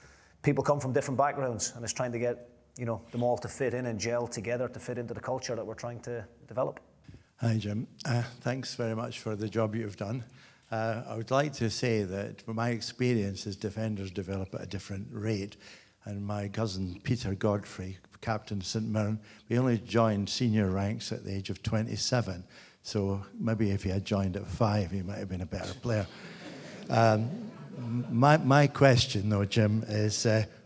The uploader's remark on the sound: A live Q & A event. At DC Thomson HQ in Dundee.